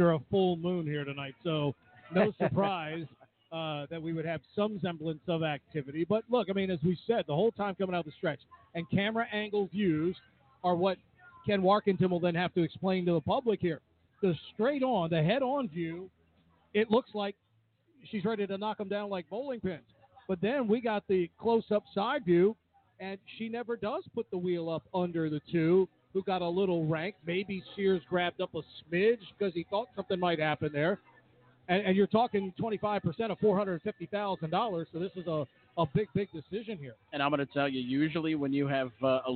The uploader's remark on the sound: Kicks off the first of two live remotes at The Meadowlands on Saturday night.